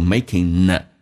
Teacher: Making a 跟有一个连音，可以把 g 去掉，用 n 进行连音 · Term: 用 n 连音